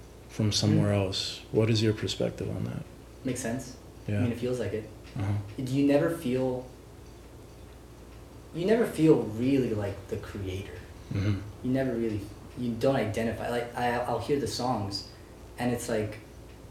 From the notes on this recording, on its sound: To the steady beat of a distant ceiling fan. The day was hot. Forgot to keep ambient noises at a minimum during recording.